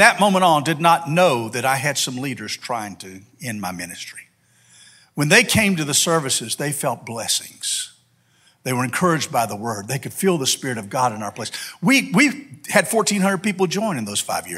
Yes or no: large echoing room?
yes